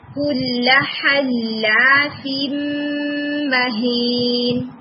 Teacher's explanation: make sure کہ لام جو ہے وہ ڈبل لیٹر ٹائم لے یہ بہت جلدی آپ نے اس کو ختم نہیں کرنا زیادہ · Term: لام مشدد